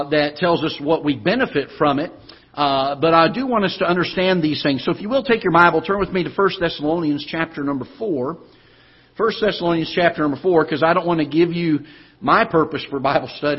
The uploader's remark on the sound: Ketha Heights Baptist Church ~ Live Broadcast